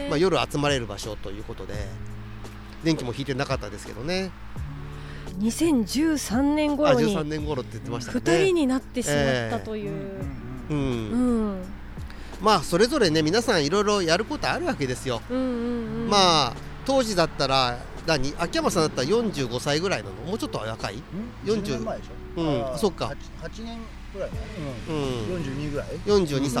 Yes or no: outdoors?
yes